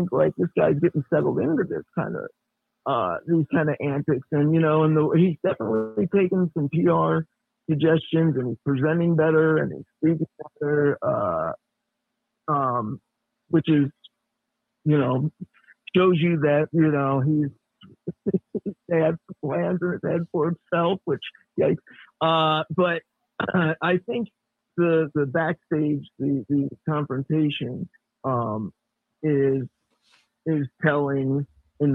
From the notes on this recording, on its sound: With a special call